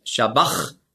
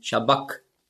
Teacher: das Chi, das hat man ausgesprochen so wie ein C hinten im Gaumen. · Shown in: second take · K. Also nicht Shabbach, sondern Shabbak.